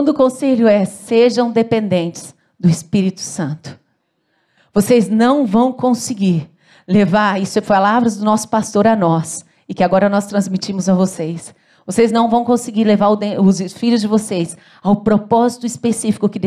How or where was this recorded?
large echoing room